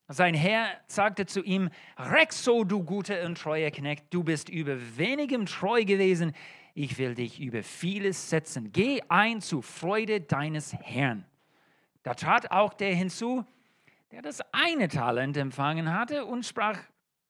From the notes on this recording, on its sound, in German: Allianzgottesdienst. In der Gemeinde Kaleo Schopfheim aufgenommen.